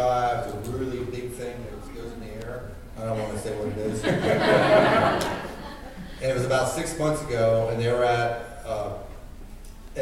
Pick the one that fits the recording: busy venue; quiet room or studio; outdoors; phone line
busy venue